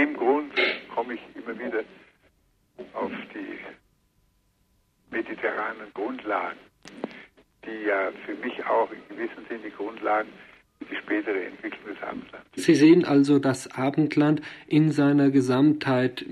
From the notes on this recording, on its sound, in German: In einem Telefoninterview